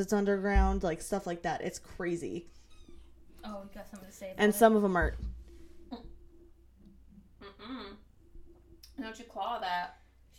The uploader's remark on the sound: We apologize for a lot of loud noises, as the mic is being passed around. Our normal set up had to be temporarily moved due to some issues we talk about in the episode.